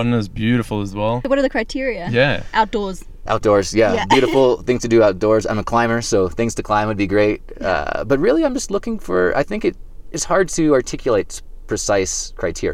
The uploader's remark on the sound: On the Lions Lair Spur Trail Head in Boulder Colorado with the intention of interviewing him out in nature but it was so windy that we ended up having a sauna-like and somewhat noisy interview in the car!